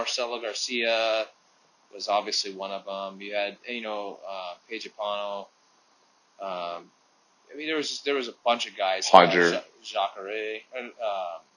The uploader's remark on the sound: Excuse the audio quality. We are almost done building the studio.